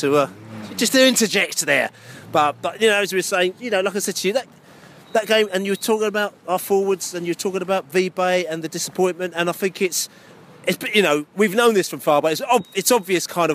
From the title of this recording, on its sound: post-match podcast from the car park